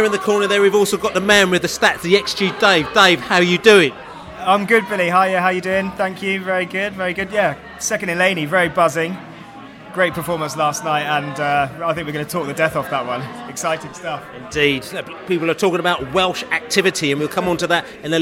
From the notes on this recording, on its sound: QPR v Brentford pre-match podcast from the pub.